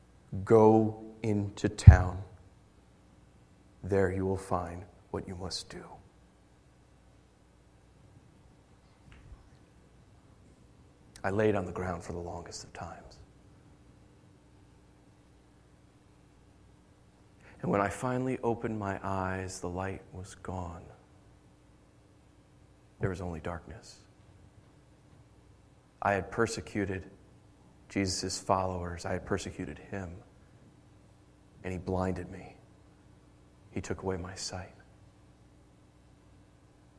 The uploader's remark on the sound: Originally Preached June 30, 2013 at The Orchard Church